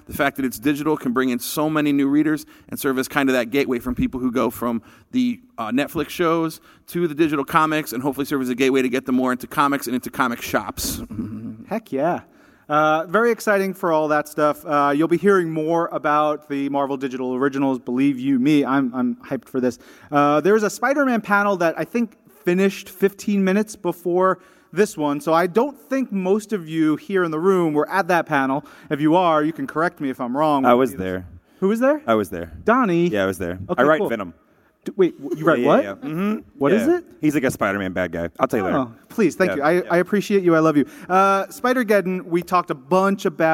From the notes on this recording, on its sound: Live at San Diego Comic-Con 2018